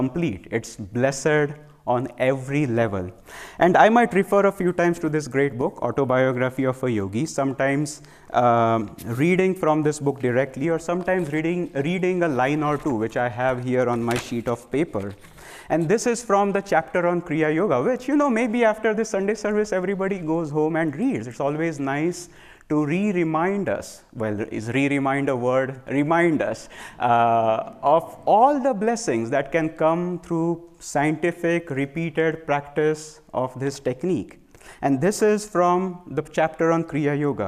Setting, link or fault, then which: setting, live audience